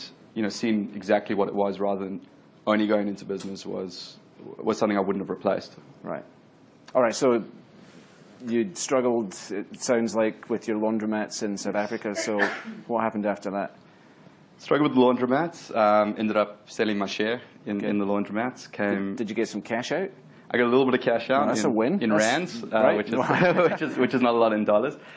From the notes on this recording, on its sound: Recorded at Innovation Bay Sydney breakfast event.